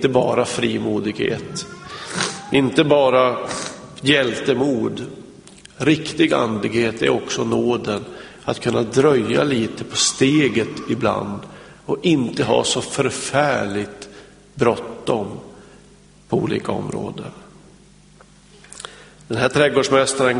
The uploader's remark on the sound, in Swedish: Inspelad i Smyrnakyrkan, G&#246;teborg 2006-01-01.